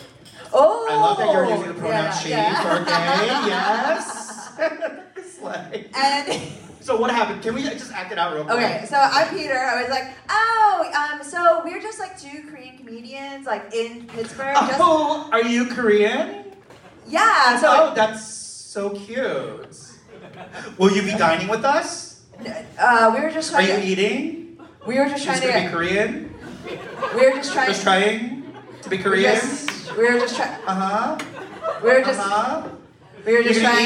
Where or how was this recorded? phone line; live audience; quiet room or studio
live audience